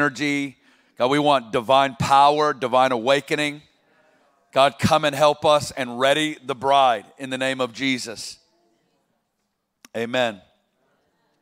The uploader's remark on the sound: 2021 Burning Ones Convocation - Milwaukee. On opening night of our Convocation in Milwaukee.